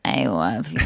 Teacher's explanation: what's that called when it crackles a little bit? It's called vocal fry